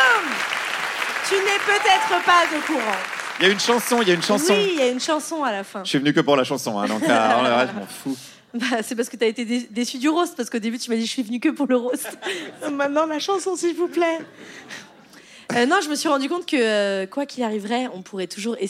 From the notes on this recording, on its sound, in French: Captation réalisée au Cabaret Sauvage.